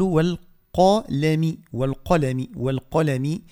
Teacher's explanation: ثم والقلم، والقاء إذا عندنا حرف القاء من حروف الاستعلاء مفخم، ثم نستفل إلى ترقيق اللام والميم، نقول والقلم والقلم والقلم، منقولش والقلم لامي والقلم قلمي.